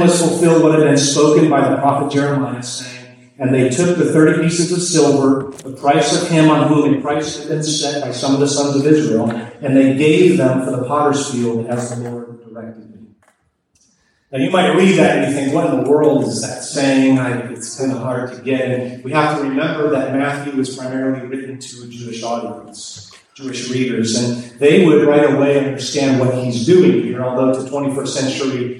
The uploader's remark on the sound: Please pardon our audio quality; there were technical difficulties at the service.